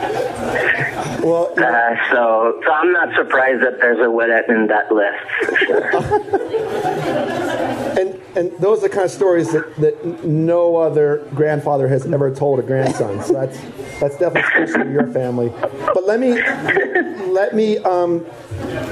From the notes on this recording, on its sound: I fight the sound of the clinking coffee cups and the hiss of the espresso machine to bring you a Live Enormocast from Bonfire Coffee in Carbondale. The winds of 5Point Film Festival brought my three guests to town.